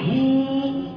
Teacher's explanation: الواو لما اقف عليها من هو اقول هو بقت حرف مد. يا كانت هو واو كانت واو متحرك هبتدي اقول هو.